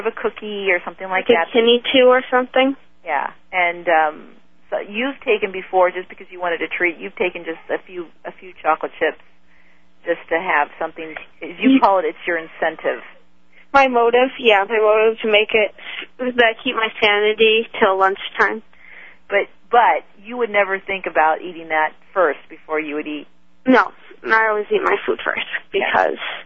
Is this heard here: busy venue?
no